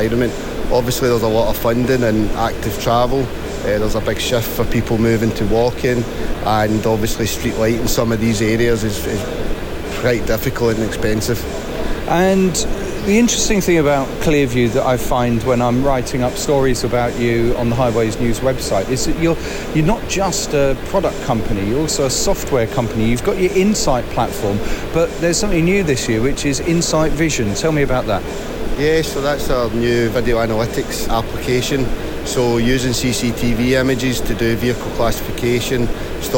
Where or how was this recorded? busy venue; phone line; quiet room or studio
busy venue